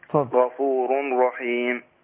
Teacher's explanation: نون التنوين اللي لما بنطقها ديت مش مكتوبة، النون التنوين اللي هي النون الساكنة جه بعدها الراء، فأنا بضغم الحقيقة لما بضغم النون الساكنة نون التنوين ديت اللي بتتنطق مش بتتكتب بضغمها في الراء، ولذلك عندك الراء التانية ايه مشددة مفتوحة عشان الإدغام اللي فيها.